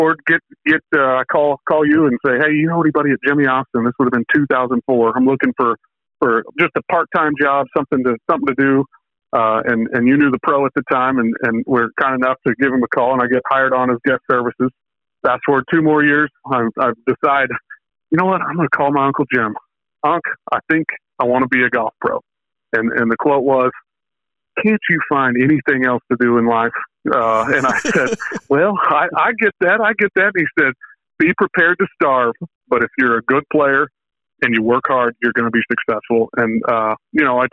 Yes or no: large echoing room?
no